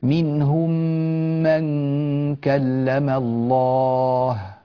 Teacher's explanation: فسكنت الهاء ووقفت عليها، ثم مباشرة ضممت الشفتين من غير أي صوت، هي إشارة للمبصر أن اعلم أيها المبصر أن الحرف الأخير هنا مضموم، مرفوع عليه ضمة في آخره، فنقول كلم الله. · Term: الإشمام